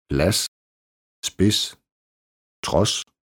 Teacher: Som regel udtales D ikke i forbindelserne DS. · Term: Stumt D